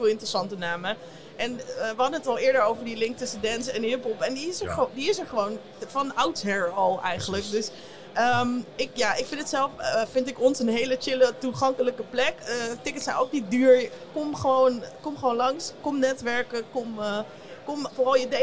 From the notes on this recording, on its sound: Live vanaf Eurosonic Noorderslag. In de gloednieuwe podcast area.